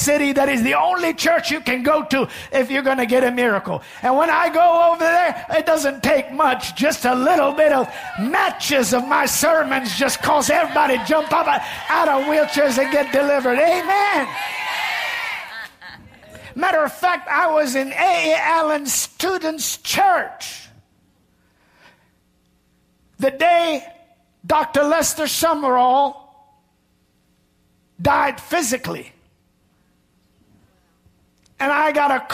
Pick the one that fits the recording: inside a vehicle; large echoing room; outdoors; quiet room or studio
large echoing room